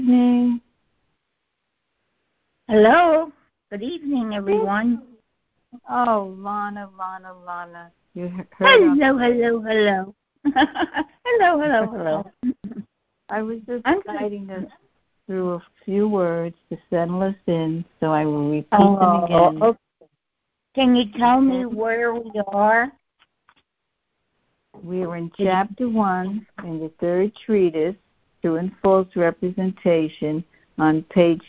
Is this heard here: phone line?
yes